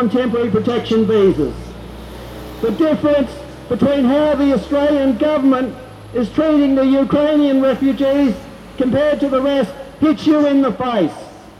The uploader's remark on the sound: Rally for Peace 18 March 2022 outside the Hilton Hotel organised by JustPeace while Minister for Defence Dutton was speaking to the American Chamber of Commerce at a $2,000 luncheon inside the Hilton Hotel Brisbane.